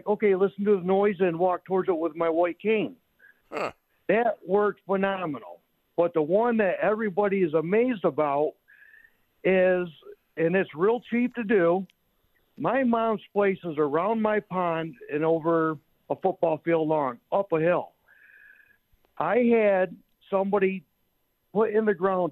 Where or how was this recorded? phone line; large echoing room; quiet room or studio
phone line